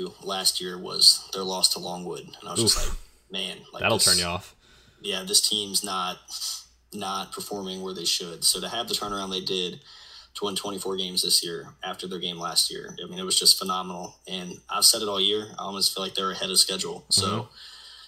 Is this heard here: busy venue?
no